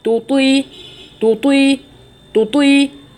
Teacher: الطاء معظم لساني في لازق فين؟ في سقف الحنك الاعلى